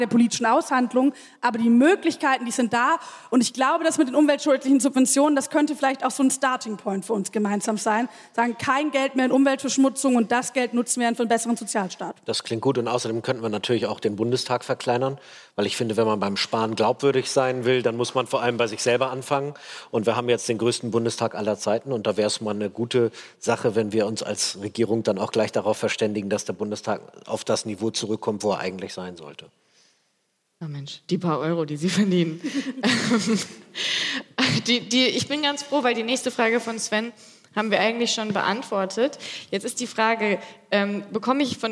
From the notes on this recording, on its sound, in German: Die zahlreich gestellten Publikumsfragen beantworten. Fand im Rahmen der achten Langen Nacht der ZEIT am Samstagabend.